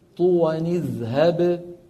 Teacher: طوان اذهب، أصلها طوان، نون ساكنة، طوان اذهب، طوان ذال ساكنة، نون ساكنة ذال ساكنة، منحرك النون بالكسر اللي هي التنوين يعني